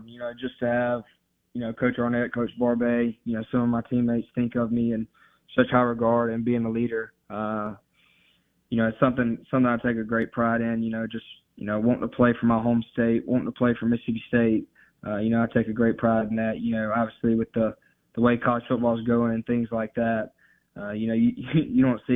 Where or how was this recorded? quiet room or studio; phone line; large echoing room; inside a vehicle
phone line